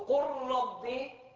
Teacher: اللام قلبت راء، صار عندك راء ساكنة وراء متحركة